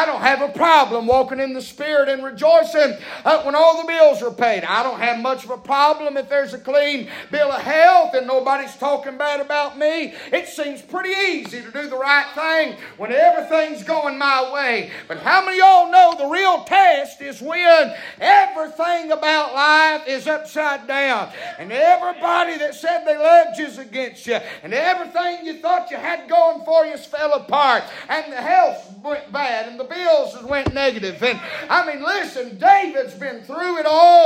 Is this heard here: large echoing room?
yes